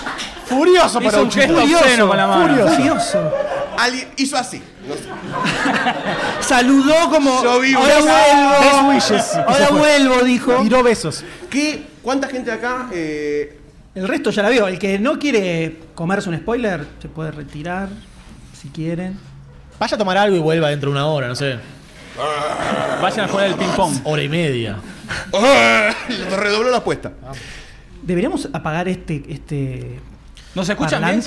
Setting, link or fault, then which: setting, live audience